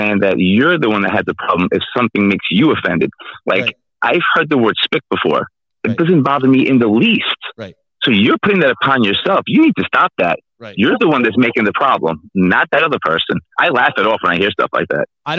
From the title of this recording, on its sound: Live Call